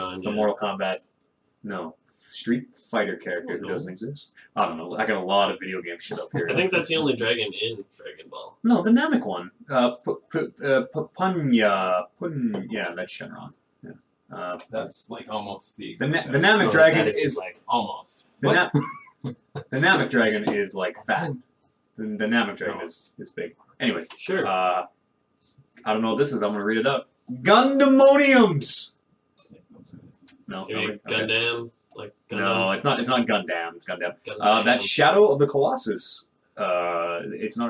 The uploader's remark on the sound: The One Where the Mics Didn't Work. The One Where the Mics Didn’t Work. Something went horribly wrong with this podcast. It sounds just awful.